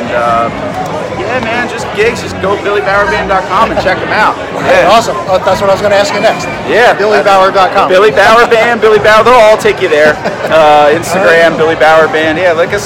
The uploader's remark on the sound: Video clips and live interviews from a handful of original music performances. Caught at Musikfest.